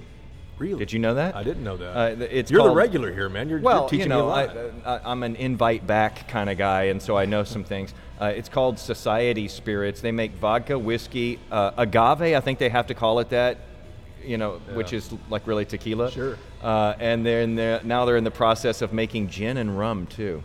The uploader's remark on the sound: This episode was recorded at Community Beer Co. In Dallas.